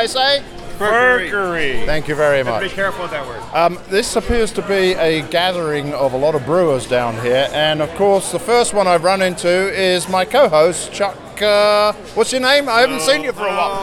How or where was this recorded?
busy venue